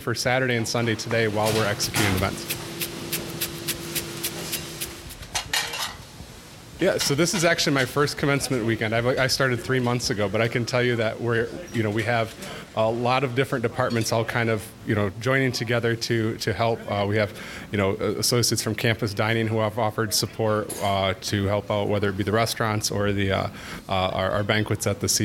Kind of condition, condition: setting, busy venue